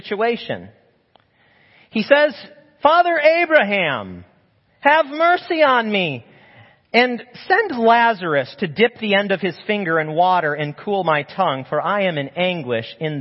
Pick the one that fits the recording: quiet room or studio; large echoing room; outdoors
large echoing room